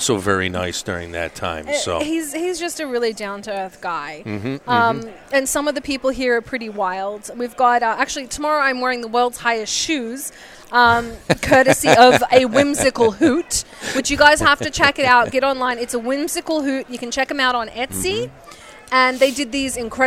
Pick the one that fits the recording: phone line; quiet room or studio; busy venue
busy venue